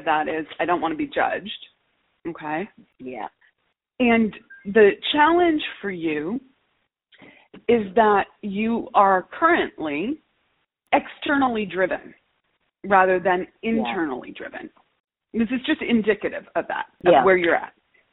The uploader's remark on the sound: Listen to this call with my client. All of these coaching calls have been recorded with permission, and the sound quality may vary.